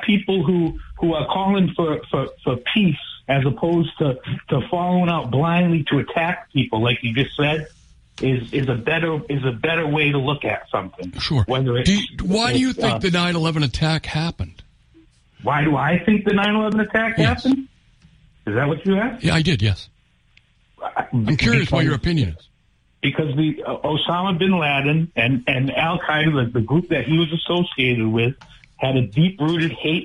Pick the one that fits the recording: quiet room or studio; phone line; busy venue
phone line